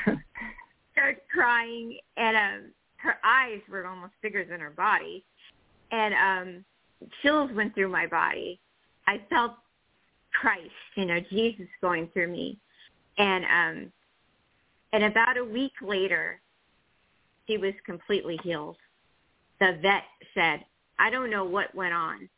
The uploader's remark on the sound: THIS SHOW WAS PREVIOUSLY RECORDED. Talk with previously recorded callers.